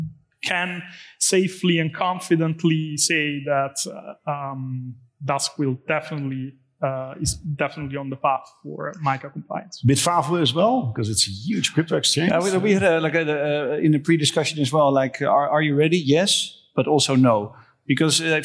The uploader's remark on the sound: In this panel discussion at the Dutch Blockchain Days